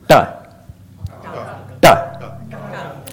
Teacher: literally curling the tongue back and touching the tip, with the tip of the tongue, the middle of the top of your mouth. So it's touching the head. · Term: retroflexes